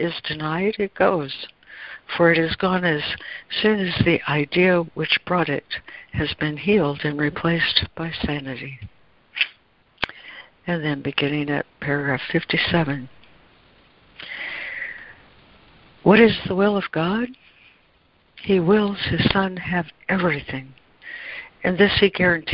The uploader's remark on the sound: ACIM Daily Conference Call